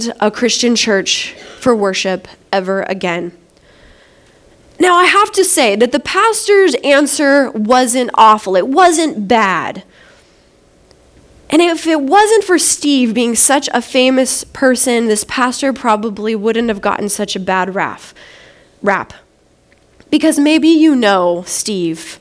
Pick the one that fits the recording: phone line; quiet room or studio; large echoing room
large echoing room